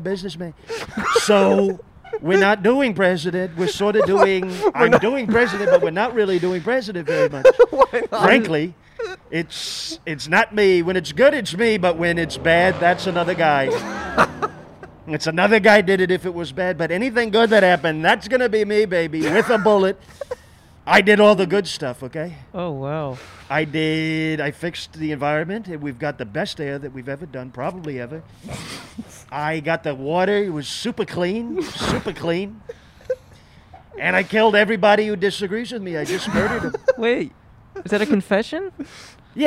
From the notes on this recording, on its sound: Outside of Spirit Halloween. Recorded on N San Fernando Blvd in Burbank, California.